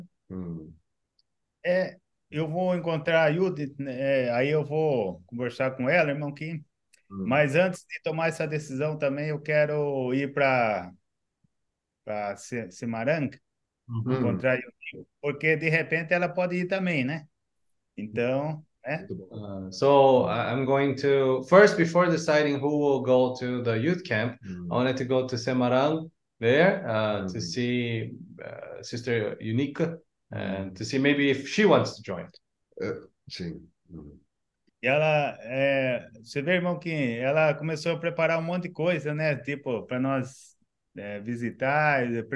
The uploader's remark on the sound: zoom meeting